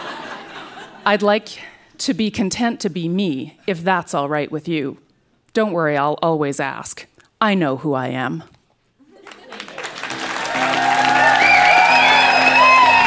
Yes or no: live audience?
yes